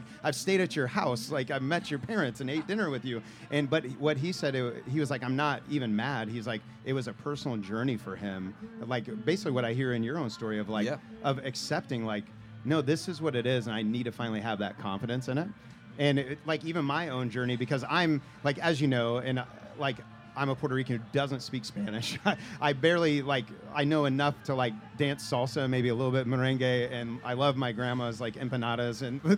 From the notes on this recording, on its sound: This is a live event from the past summer that took place during the Boulevardia festival